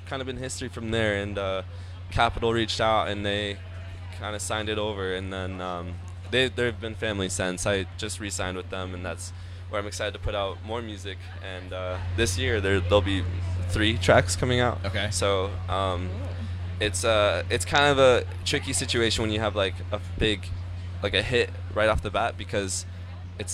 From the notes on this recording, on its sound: The MIX is live backstage at Lollapalooza 2022!